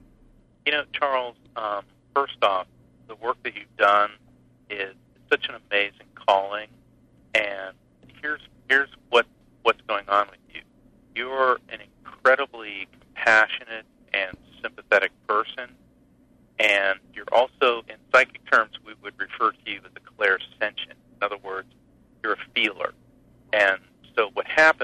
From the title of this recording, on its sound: takes calls from listeners